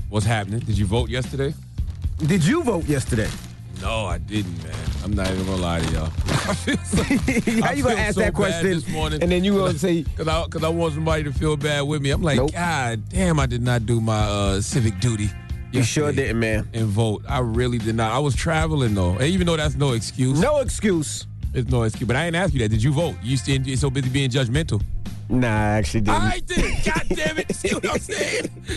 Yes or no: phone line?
yes